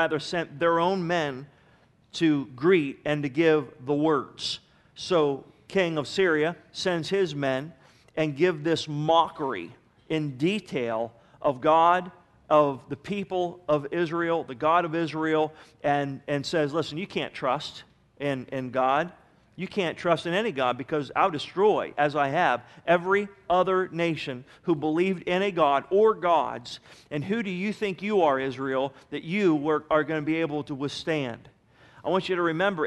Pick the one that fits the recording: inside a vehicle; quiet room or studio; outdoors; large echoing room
large echoing room